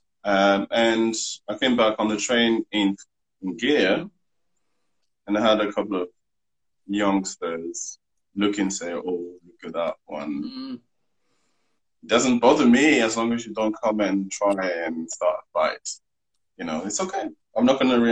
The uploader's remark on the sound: Recorded on 18 July 2020 on Instagram Live